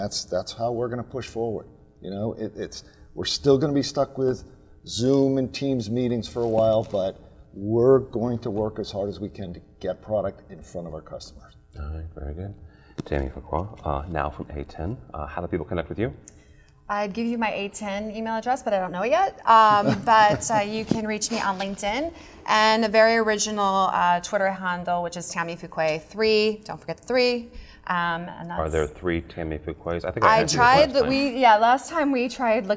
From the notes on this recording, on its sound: Live From InfoComm 2021